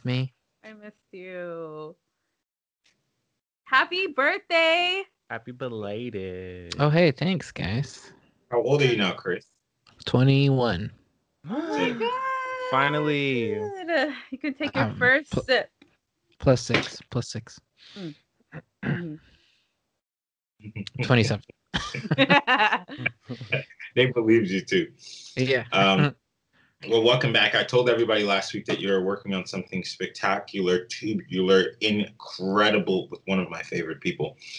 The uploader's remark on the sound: Another ZOOM/SKYPE episode.